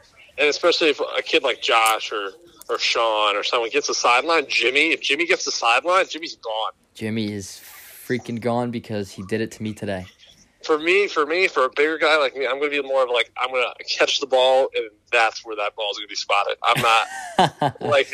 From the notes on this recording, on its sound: captain phones in for chat